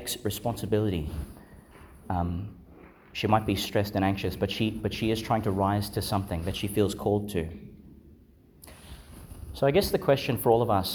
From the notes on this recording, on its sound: Homily for Sixteenth Sunday in Ordinary Time, delivered in Our Lady Star of the Sea Church, Gladstone, Qld.